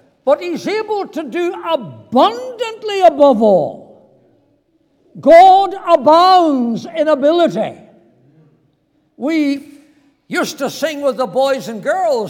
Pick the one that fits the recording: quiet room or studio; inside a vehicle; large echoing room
large echoing room